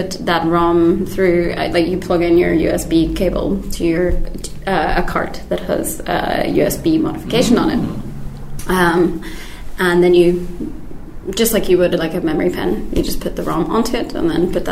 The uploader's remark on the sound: Recorded 6th October 2019 at High Score 2019!